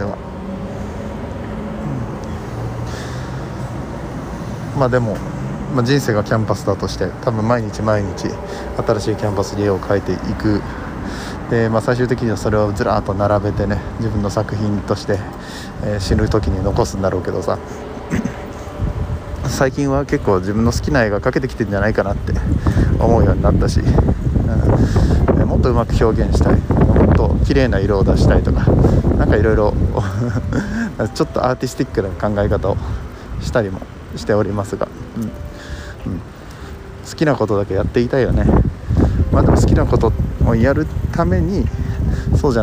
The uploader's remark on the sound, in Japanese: 雑音多め